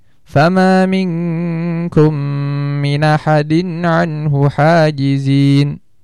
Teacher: Dia seakan-akan membaca nun dengan fathah. Dia mencampurkan antara suara nun sukun dengan fathah yang ada di alif hamzah.